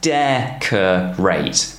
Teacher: The de is stressed because it's two syllables before A-T-E.